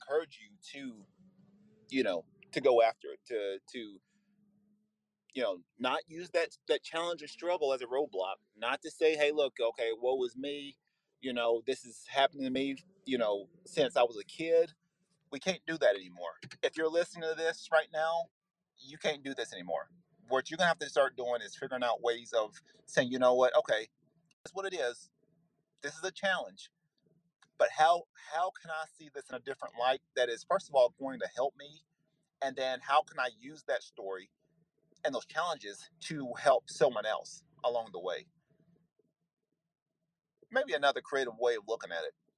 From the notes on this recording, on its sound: Bonus recorded content that I did while on the road to a wrestling practice.